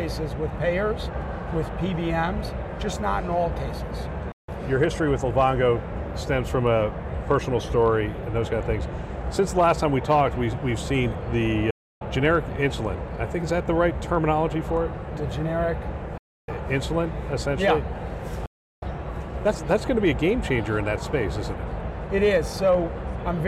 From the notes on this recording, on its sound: an Interview in Action live from HLTH